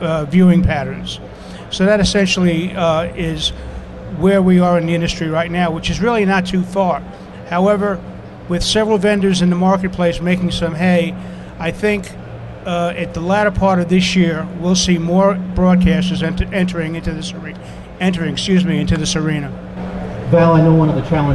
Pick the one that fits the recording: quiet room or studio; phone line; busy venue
busy venue